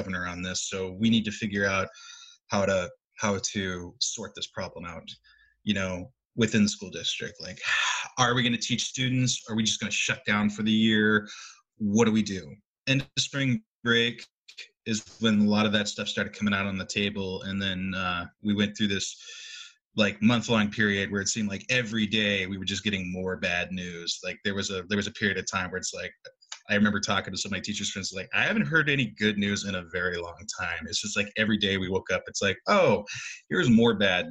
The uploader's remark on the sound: They spoke over Zoom